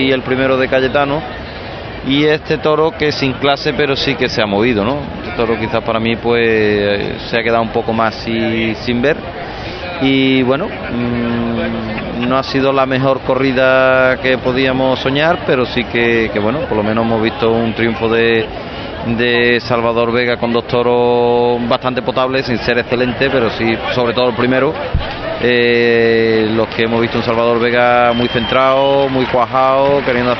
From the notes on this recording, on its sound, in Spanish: Retransmisión en directo de la primera corrida de la Feria Taurina 2011